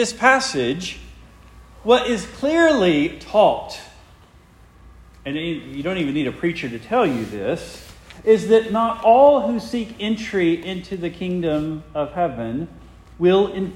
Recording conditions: large echoing room